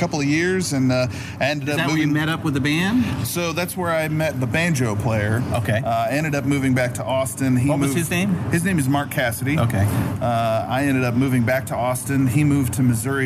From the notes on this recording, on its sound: This is a special interview at Slim's San Francisco